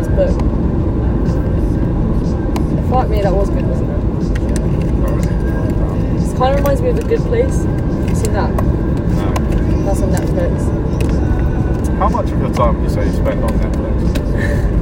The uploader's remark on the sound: in the car on the way back home from uni, nearly crashing multiple times